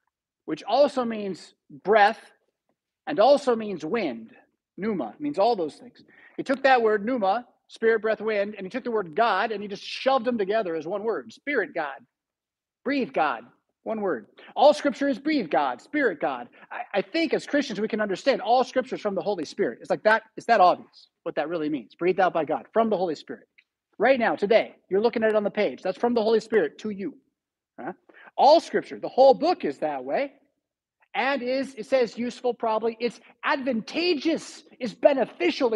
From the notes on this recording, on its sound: Preached at St Paul Lutheran Church , Rockford, Illinois on Sunday May 14, 2023.